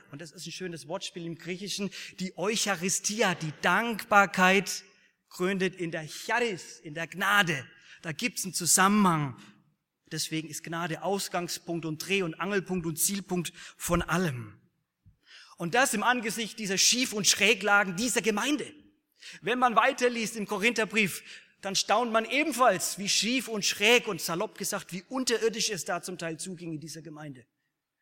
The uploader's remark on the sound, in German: aus dem Gottesdienst der Liebenzeller Mission